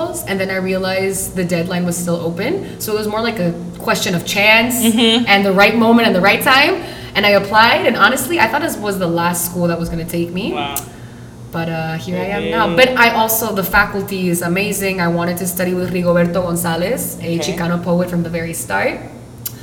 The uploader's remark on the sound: Recording live from la IUPI